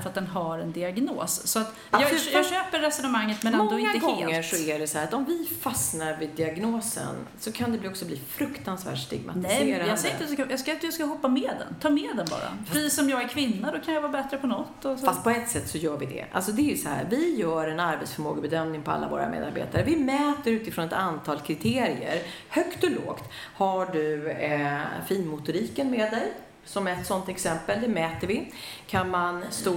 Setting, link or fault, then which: setting, busy venue